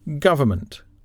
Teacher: a three-syllable word, has the stress on the first syllable